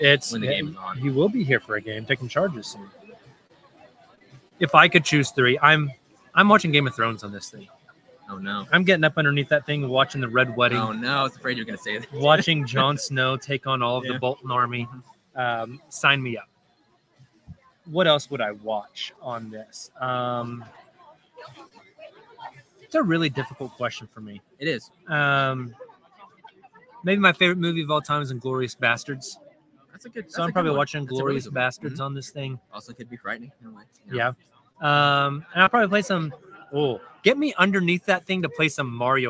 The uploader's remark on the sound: Live from Paycom Center